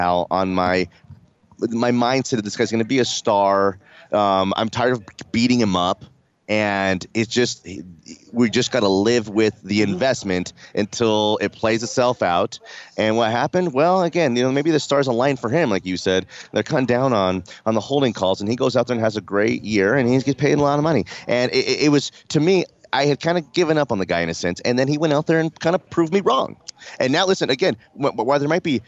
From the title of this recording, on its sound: LIVE from Broncos training camp